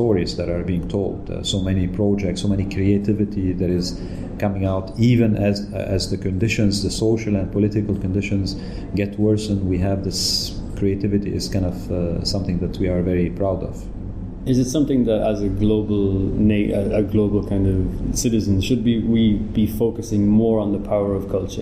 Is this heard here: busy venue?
yes